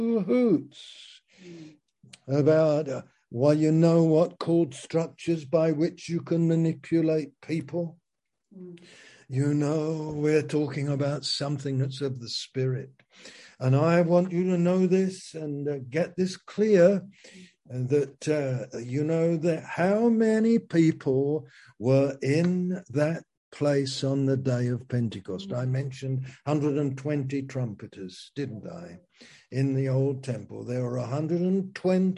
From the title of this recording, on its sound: Zoom - Teign Valley Sessions